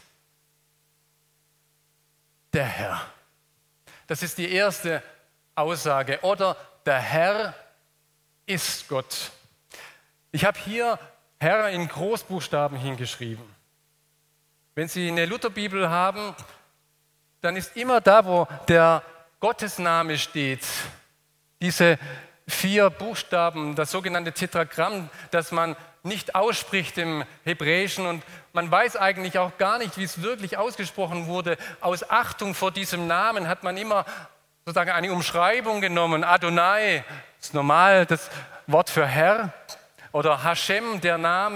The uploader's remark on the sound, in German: aus dem Gottesdienst der Liebenzeller Mission